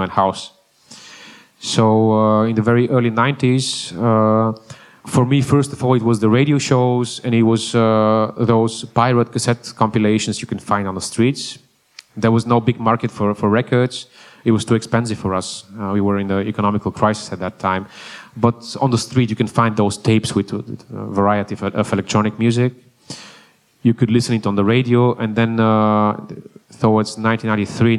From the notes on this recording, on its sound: Recorded live at AVA Festival.